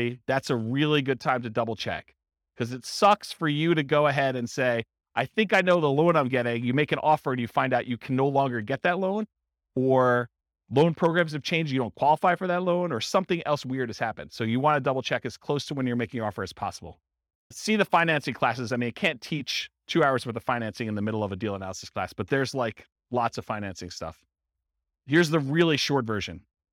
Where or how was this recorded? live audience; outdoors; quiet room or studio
live audience